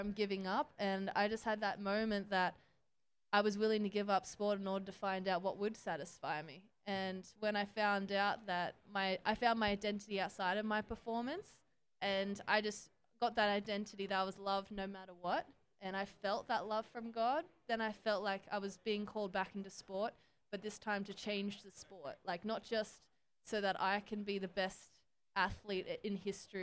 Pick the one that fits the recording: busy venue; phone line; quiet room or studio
busy venue